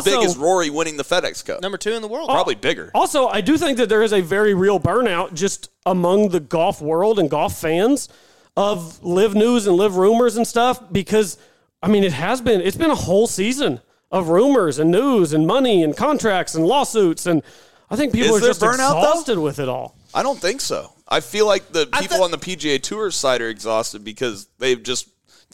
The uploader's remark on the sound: LIVE FROM ENDALZ SCRAMBLE!